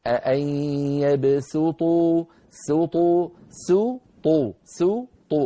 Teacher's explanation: تجاورت سين مرققة مع طاء مفخمة مطبقة مستعلية